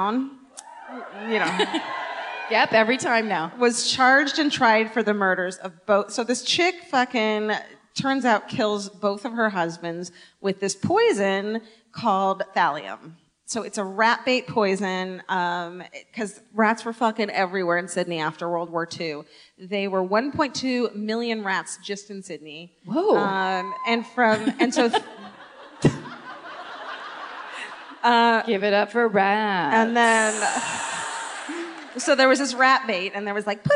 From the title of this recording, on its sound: Live at the Enmore Theatre